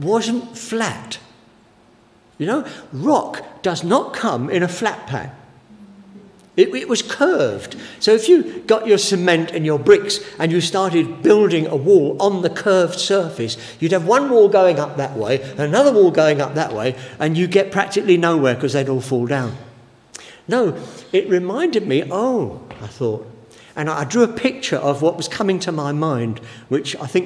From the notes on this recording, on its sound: Given during the Oasis Church Live Stream